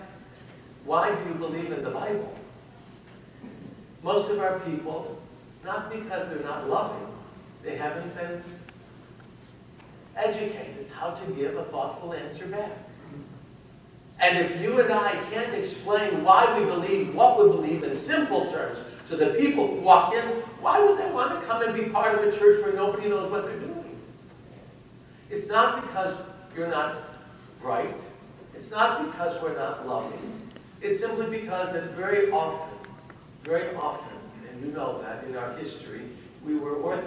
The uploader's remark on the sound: given at the Metropolis of Detroit Clergy-Laity Conference in Troy, Michigan.